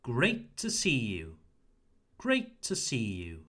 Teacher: Don't forget that the word to is shorter and that we emphasize the words great and see.